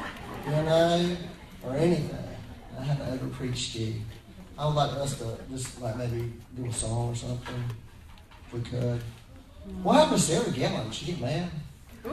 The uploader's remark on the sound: Please excuse the poor audio quality. We had to use a back up recording method for this Sunday.